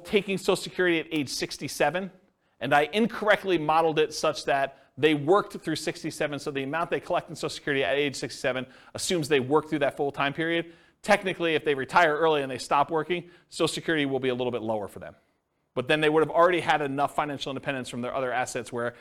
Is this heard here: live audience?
yes